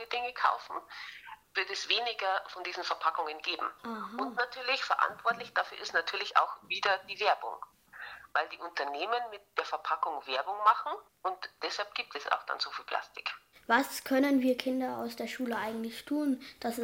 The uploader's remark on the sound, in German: Per Telefon interviewen.